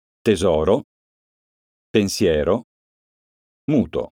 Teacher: Parole piane. L'accento tonico cade sulla penultima sillaba.